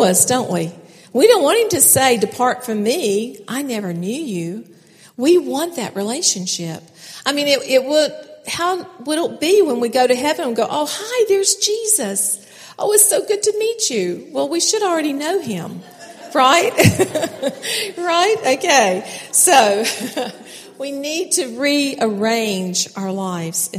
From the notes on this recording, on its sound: keynote speakers at the 2016 NorthGate Church Women's Conference